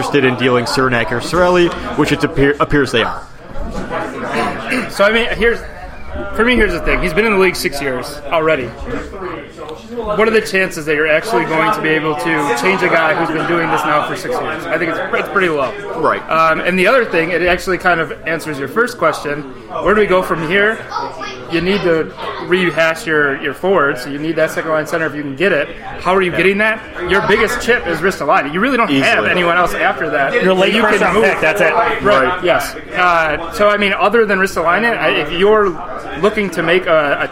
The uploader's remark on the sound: live from Iron Buffalo